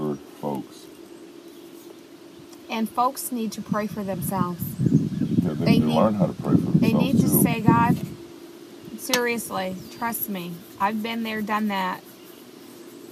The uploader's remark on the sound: I used my iPad to record this podcast so I apologize for the listening quality